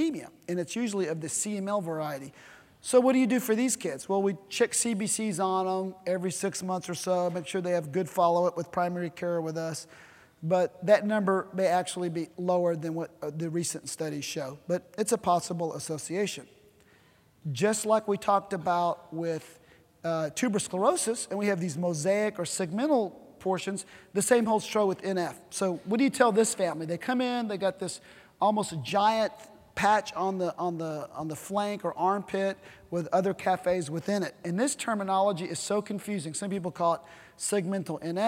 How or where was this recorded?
large echoing room